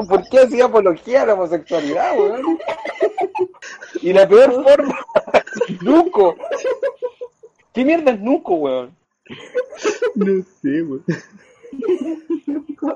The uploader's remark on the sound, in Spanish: Audio caca. El audio es una soberana caquita.